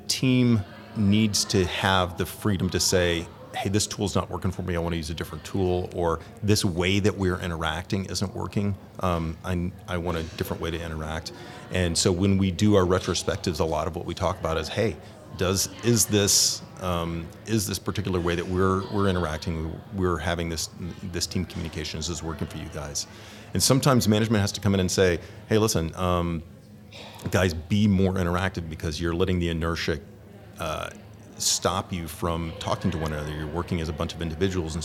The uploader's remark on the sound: Live From Agile Midwest